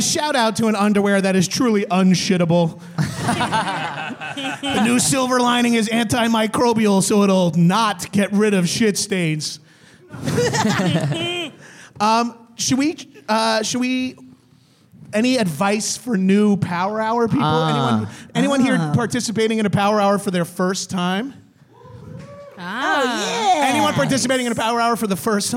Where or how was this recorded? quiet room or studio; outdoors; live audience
live audience